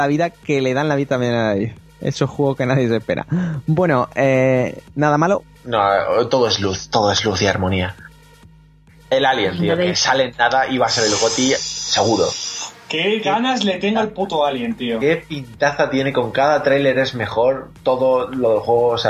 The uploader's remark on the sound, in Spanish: La mejor edición y sonido que skype nos deja.